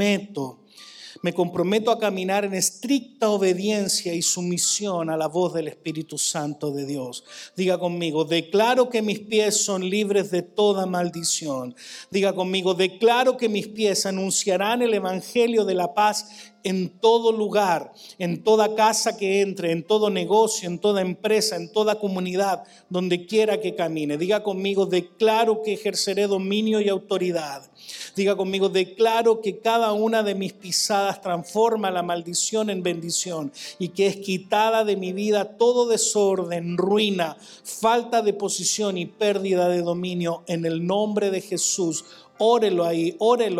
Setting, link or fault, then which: setting, large echoing room